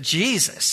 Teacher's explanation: There are additional syllables that are added when you go to the South.